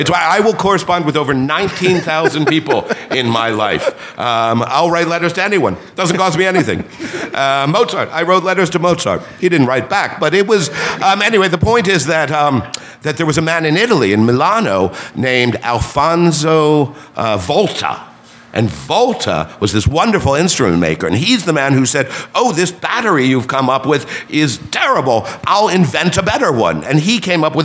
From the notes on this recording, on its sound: As part of the Philadelphia Podcast Festival. At the National Liberty Museum for our first-ever recording in front of a live audience.